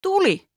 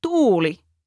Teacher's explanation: the accent does not change, just the length of the vowels